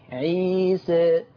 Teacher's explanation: نطقي للألف الاولى هي فيها انحراف شوية بالصوت لكنها الى الفتح اقرب، نحس ان احنا بنفتح الحرف عادي عيسى. · Term: التقليل